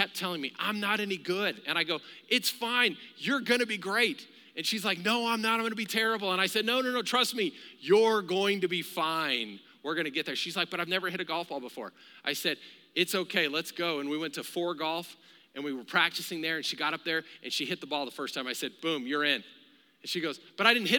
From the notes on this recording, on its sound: Recorded live during our Wednesday night service